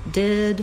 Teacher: we have the vowel ih, which is a lax high front vowel